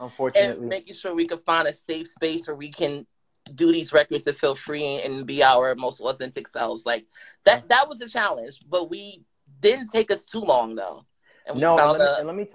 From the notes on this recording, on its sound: This preview discussion took place on The EveryMAN Project 's Instagram Live on 11/11/22.